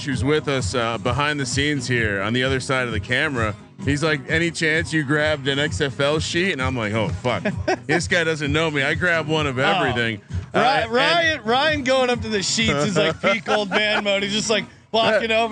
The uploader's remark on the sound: They're joined remotely by the host of the XFL Gambling Podcast.